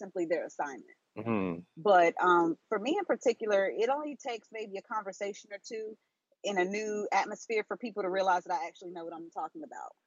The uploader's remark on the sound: This episode was recorded via Google Chat.